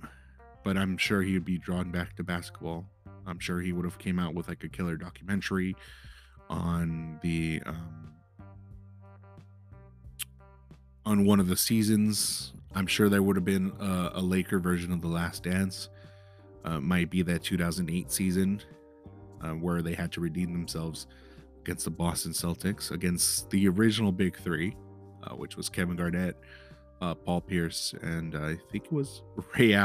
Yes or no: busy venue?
no